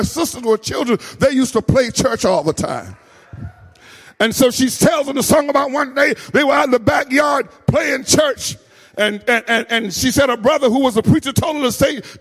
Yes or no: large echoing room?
yes